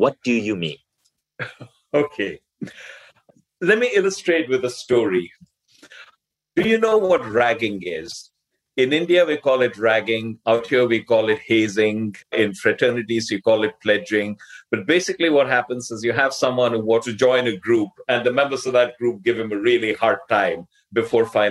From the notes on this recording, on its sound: On this live call. Live bonus Q&A session.